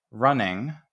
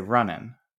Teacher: people started pronouncing that engma just as an N · Shown in: second take · And so instead of saying like running, they would say runnin. · Term: engma changed into an N